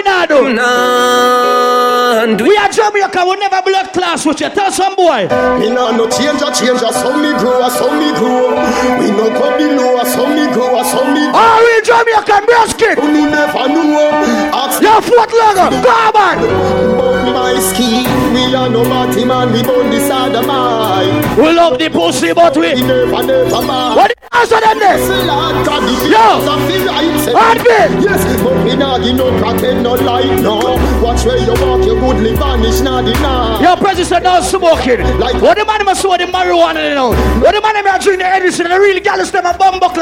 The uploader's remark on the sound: AT PREZZY XMAS APPRECIATION PARTY MARYLAND LIVE AUDIO